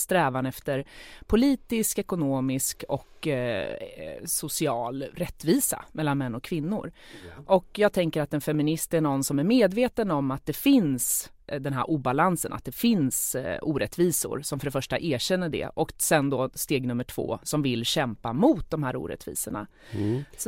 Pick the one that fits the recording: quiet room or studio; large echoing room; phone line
quiet room or studio